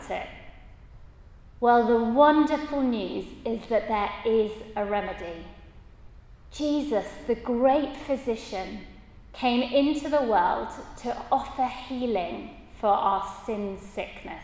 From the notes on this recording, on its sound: at a Christians in Parliament Chapel St Mary's Undercroft on 17th October 2023.